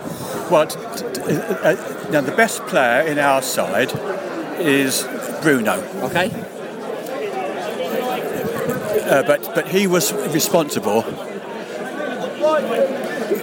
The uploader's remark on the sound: Post-match podcast from the pub. Plenty of comparisons to Crystal Palace chanting from the away end.